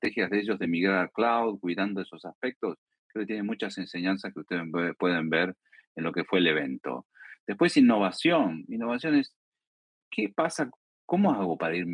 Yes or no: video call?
yes